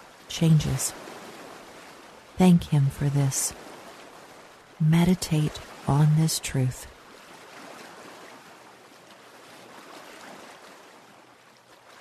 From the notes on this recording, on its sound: Relax to the sounds of lake waves